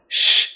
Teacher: it's going to be the farther back part of your tongue, just beyond the tip. Shh. And it's very loosely up there.